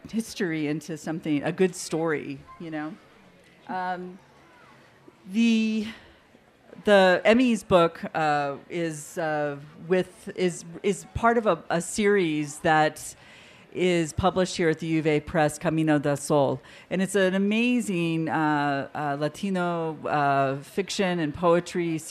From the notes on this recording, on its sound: 30 Minutes features a panel from the 2017 Tucson Festival of Books.